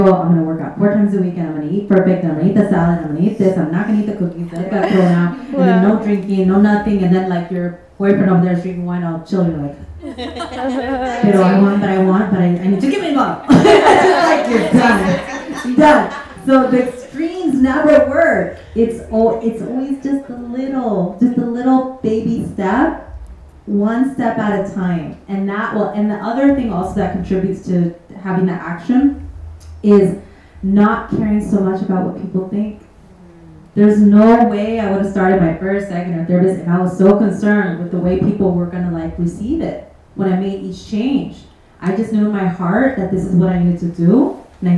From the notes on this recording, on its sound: Austin Event Panel Discussion. Panel discussion with the amazing speakers we had at our Mujerón Movement Austin Event!